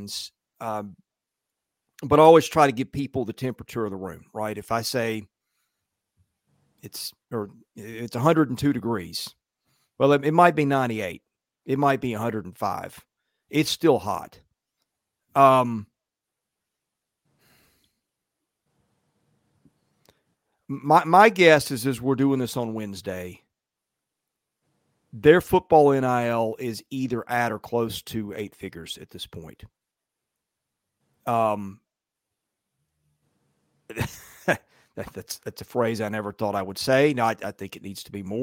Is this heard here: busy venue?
no